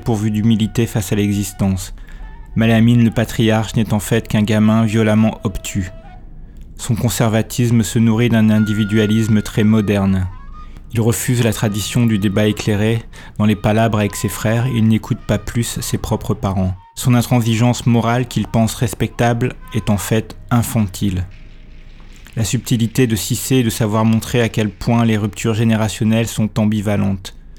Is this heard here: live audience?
no